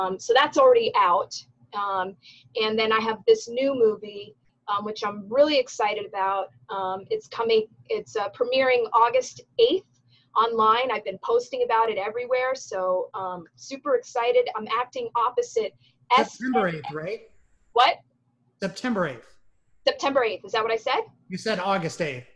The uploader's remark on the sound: Recorded via Zoom